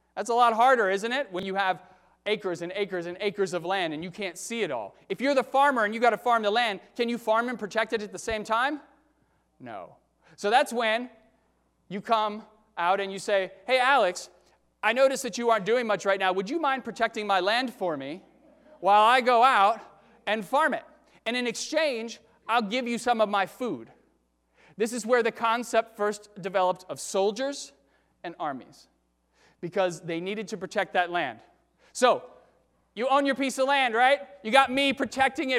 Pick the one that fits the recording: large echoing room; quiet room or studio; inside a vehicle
large echoing room